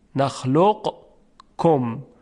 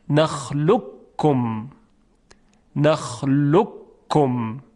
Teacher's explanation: حرف قاف در کاف ادغام میشه · Term: ادغام متقاربین